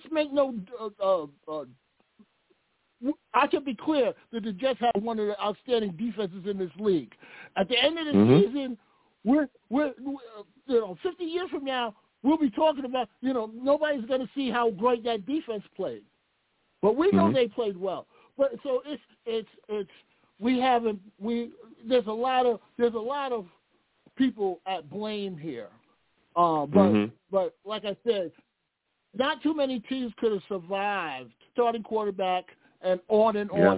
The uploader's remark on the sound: I take live callers!